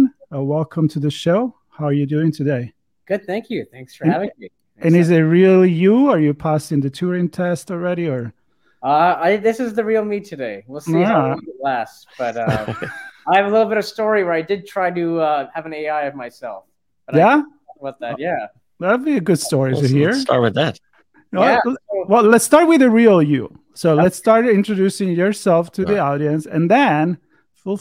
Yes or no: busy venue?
no